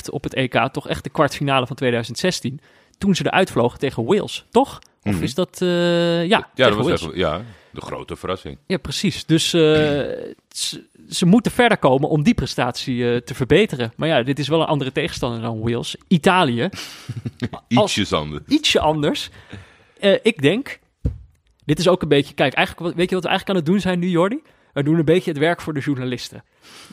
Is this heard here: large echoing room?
no